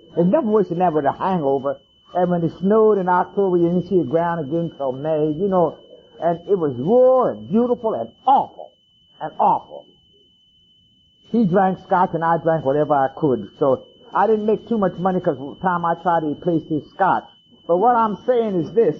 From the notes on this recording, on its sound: There is a bit of a pitched tone running through this audio I managed to dull it a bit, it is a little annoying.